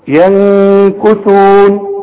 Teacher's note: ينكثون نون ساكنة في كلمة واحدة معها الكاف بخفي وبغن